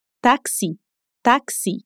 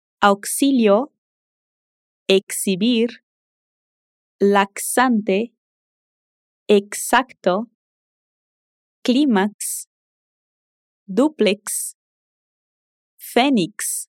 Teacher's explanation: O primeiro som do X é como se fosse os sons de K mais S.